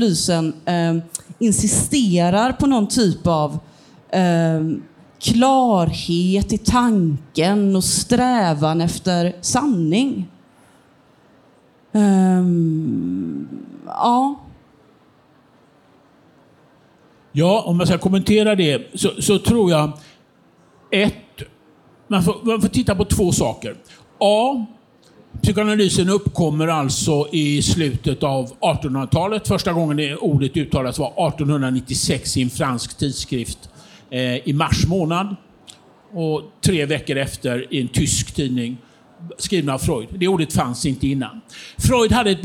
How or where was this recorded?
busy venue